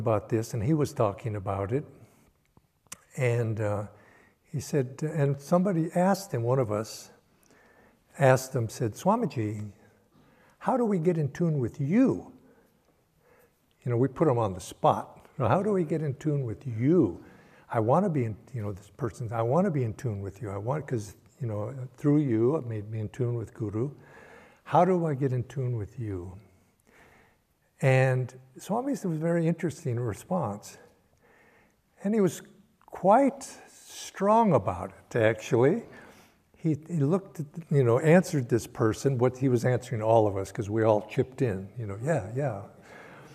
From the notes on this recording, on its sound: Sunday Service talk. Recorded at Ananda Village.